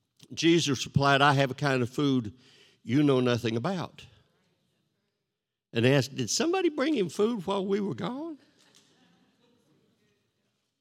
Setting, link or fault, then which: setting, large echoing room